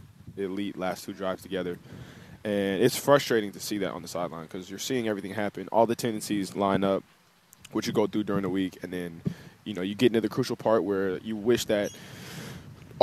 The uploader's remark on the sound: live from Hollywood Kia